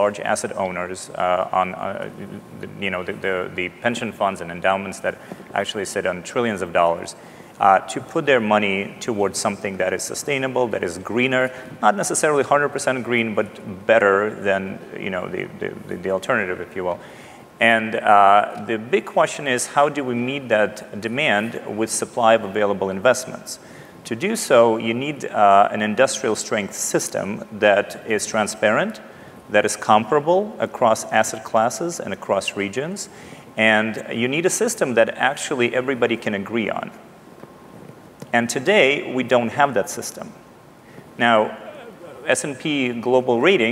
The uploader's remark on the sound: The best of live interviews from GreenBiz events.